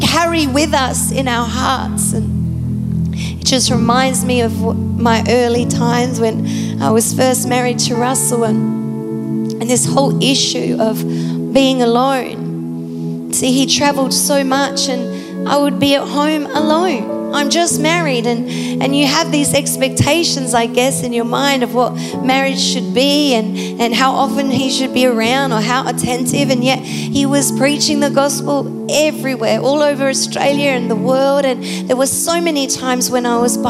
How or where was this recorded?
large echoing room